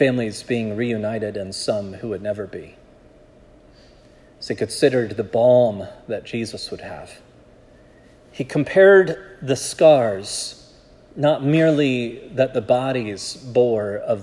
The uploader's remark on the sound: This sermon was preached at Providence Church